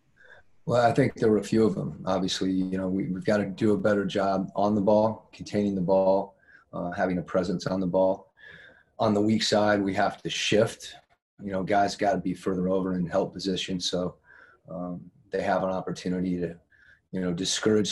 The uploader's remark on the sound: Talked to the media via Zoom conference before the Jazz took on the Miami Heat in their second exhibition game in Orlando, Florida.